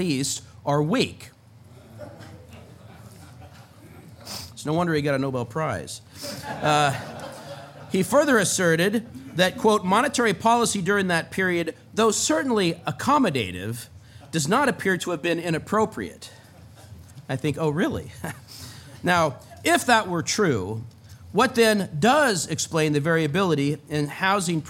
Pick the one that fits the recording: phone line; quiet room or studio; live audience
live audience